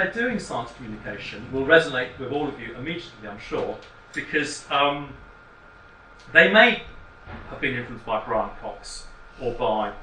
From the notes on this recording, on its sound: Speaks at the SRHE Postgraduate Issues Network Seminar - Transferable Skills: Realising Potential Through Translation To Other Contexts.